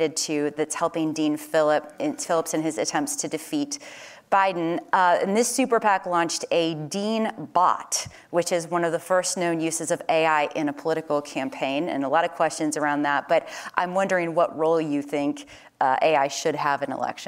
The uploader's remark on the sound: Conversations recorded on Tuesday, February 6, 2024 at "The Futurist: The Rise of AI" event.